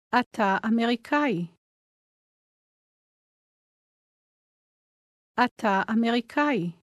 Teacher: Did you notice how the two words run together? The ah sound at the end of אתה blends into אמריקאי.